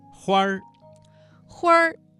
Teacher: 这个词当中的花字加了一个卷舌音，变成了儿化音